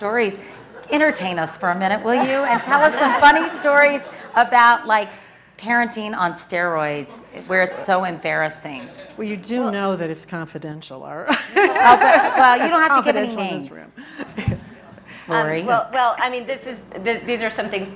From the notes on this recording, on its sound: from the Aspen Ideas Festival